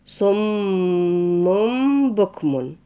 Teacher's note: لازم نقف الأول على الميم كويس بتاعت صم، نديها حقها في طول الغنة